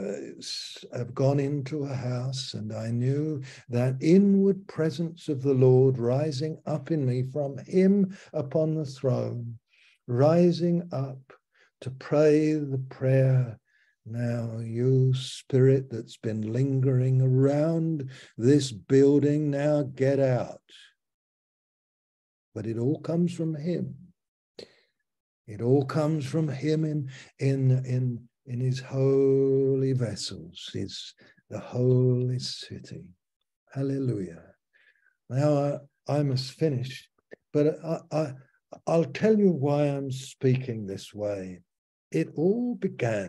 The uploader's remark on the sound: Malaysia Meets (Zoom)